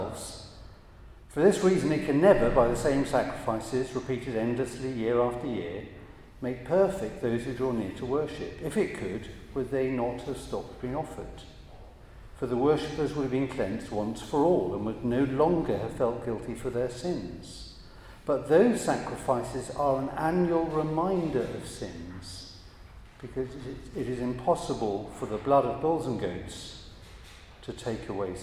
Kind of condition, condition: setting, large echoing room